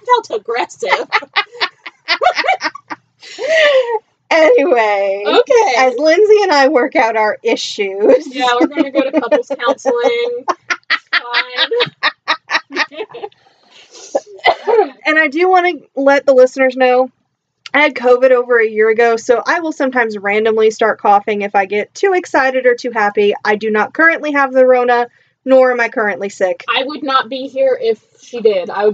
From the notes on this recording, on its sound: Apologies for the sound quality for most of this episode; we're trying out some new software and it's a bit fiddly.